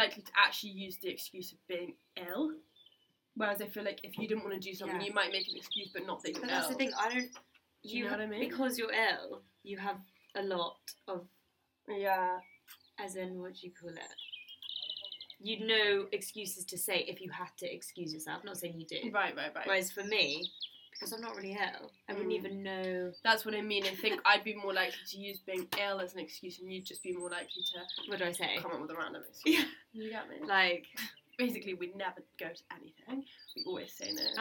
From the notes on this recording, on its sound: We're in the sunny countryside. We do apologise for any background noise as we did record this ep outside but we think the birds chirping add a nice touch and we hope you agree.